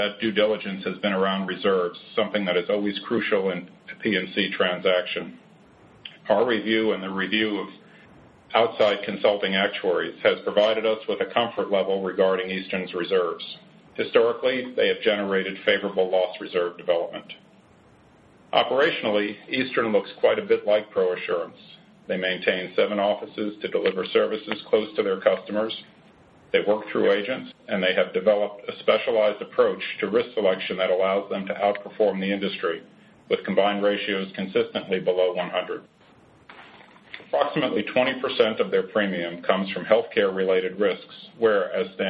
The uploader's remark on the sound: ProAssurance Corporation To Acquire Eastern Insurance Holdings Conference Call.